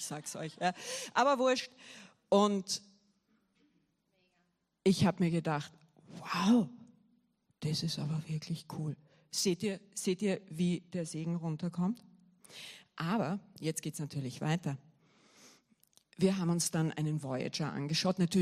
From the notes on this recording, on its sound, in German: Gottesdienst live aus der LIFE Church Wien.